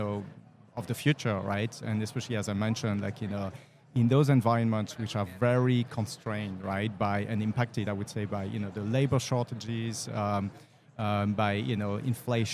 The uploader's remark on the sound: Live at the HR tech 2022 conference